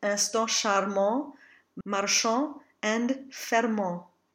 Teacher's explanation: The ending ANT will always be the A nasal